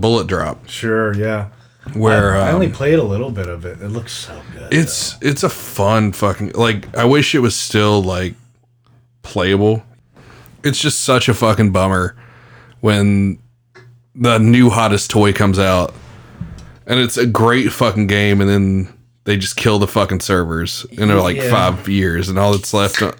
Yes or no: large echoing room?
no